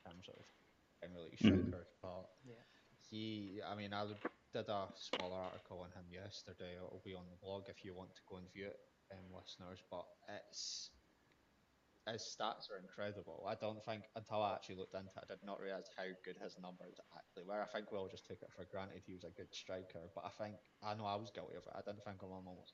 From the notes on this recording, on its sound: We are aware of some audio issues.